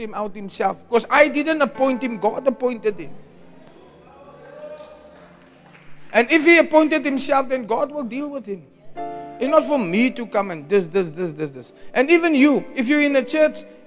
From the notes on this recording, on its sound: Preached at the Loyalty and Disloyalty conference 2023